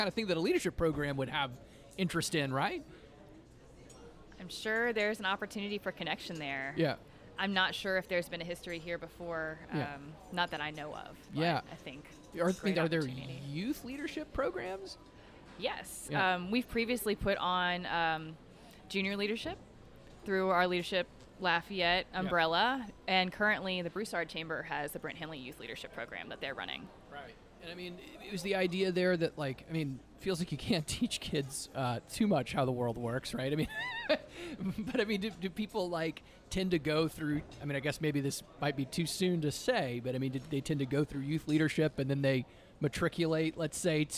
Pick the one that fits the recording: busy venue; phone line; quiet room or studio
busy venue